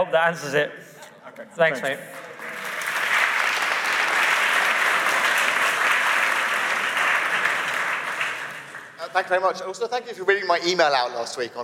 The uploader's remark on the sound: Live from the Emmanuel Centre in London! The event was sold out, and the feedback was amazing. Massive thanks to everyone who came along.